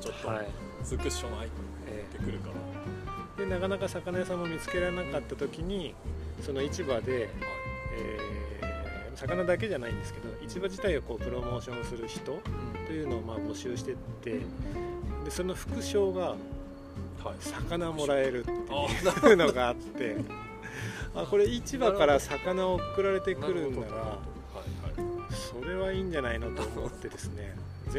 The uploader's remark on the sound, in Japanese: まちなかの川べりで収録しているので、虫の声や路面電車の音などが入っております。